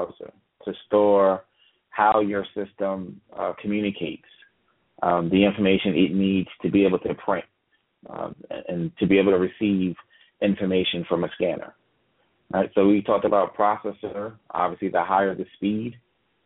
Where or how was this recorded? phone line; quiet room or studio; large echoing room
phone line